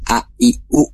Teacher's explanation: hamzah itu keluar dari pangkal tenggorokan, bunyinya mirip banget kayak kita mengucapkan a i u gitu ya